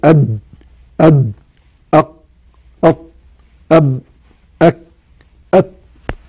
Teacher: عندما ننطق به تقول أ، شايف لا يخرج شيء، أد بدون القلقلة، أد أد أق أط أب أك أت، يعني شايف الحرف شديد، المخرج مظبوط، حبس الصوت، ما فيش حاجة بتخرج · Term: الشدة